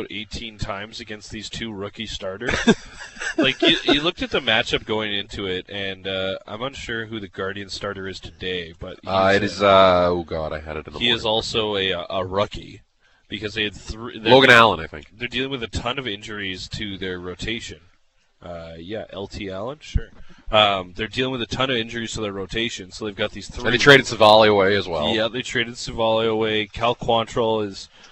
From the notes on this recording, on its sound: The guys are live on location at Red Deer Golf Club.